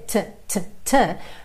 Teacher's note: Lembra de botar um arzinho nesse T?